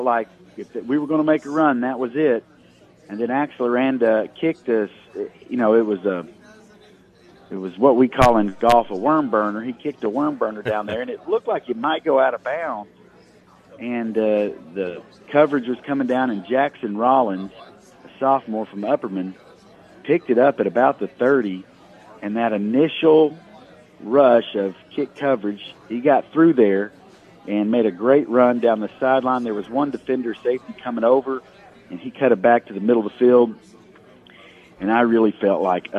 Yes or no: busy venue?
yes